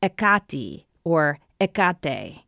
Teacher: The first vowel is aspirated, giving it a kind of H sound. Stress is on the second to last syllable. And the ending vowel actually depends, and here he says, on the declension of the name, so the nominative form is different than the genitive.